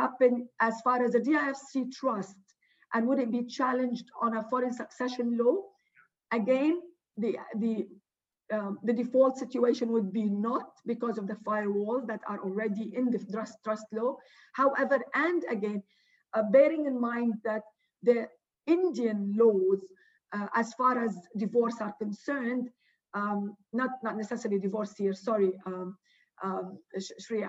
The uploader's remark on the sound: Webinar audio recording dated 20 May 2020.